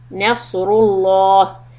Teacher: مَتَى نَصْرُ اللَّهُ For the letter Saad, it's going to be heavy. Curve your side of the tongue and try to make it Saad sound, not seen.